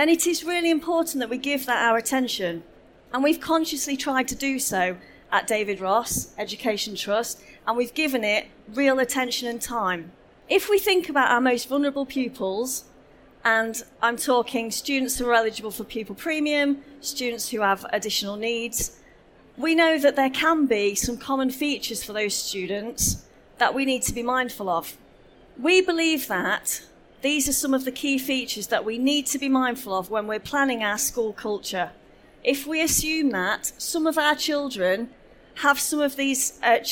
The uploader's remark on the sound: This session was recorded live on 14th November 2019 in the SEND Theatre of the Schools & Academies Show at the NEC in Birmingham.